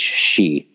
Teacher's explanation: So the consonant would have most of the time been pronounced like an H